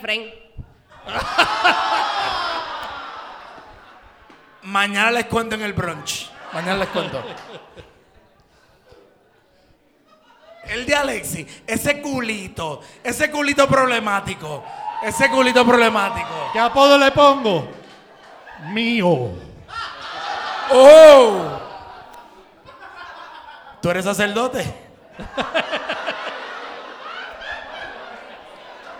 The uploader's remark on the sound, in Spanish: Fue el súper invitado especial de Siempre es Lunes Live: Primer Aniversario. Contestar preguntas frente a la Gentuza celebrando el primer aniversario en vivo.